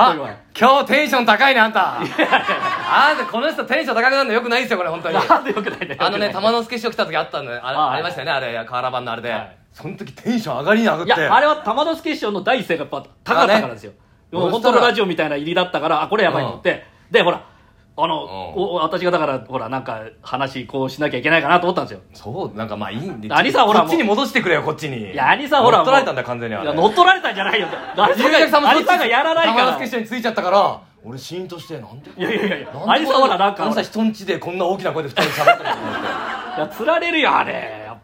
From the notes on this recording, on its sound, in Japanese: 公開収録。